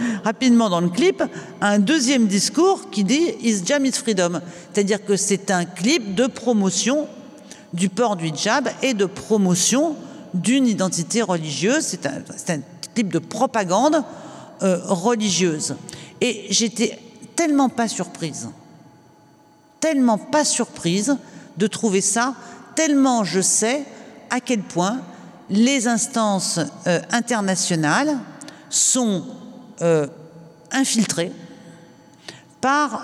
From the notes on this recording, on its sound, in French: Captation réalisée le 9 novembre 2021 à la Bourse du travail (Paris 10)